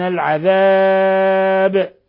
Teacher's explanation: حال الوقف على الباء تقلقل لأنها من الحروف الخمسة المقلقلة قطب جد، وأيضا الألف تمد مقدار يعني من 2 أو 4 أو 6 حركات لأنها من قبيل العارض للسكون.